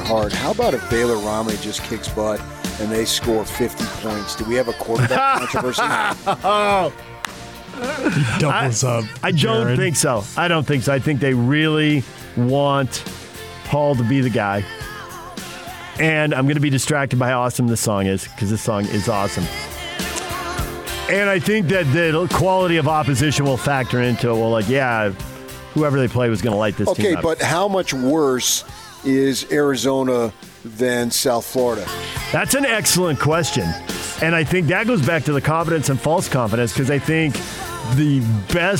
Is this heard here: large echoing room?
no